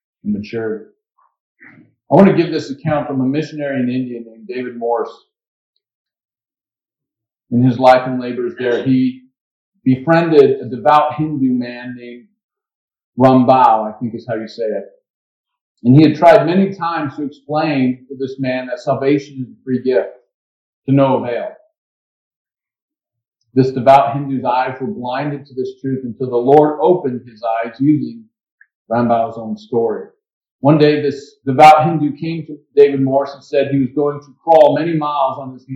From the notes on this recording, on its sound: Waypoint Christian Church. Sorry about the audio quality, we had some mic issues.